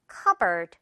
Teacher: 이 P 일단 묵음입니다. 그리고 뒷부분도 가볍게 처리돼서 cupboard 이렇게 처리가 된다는 거.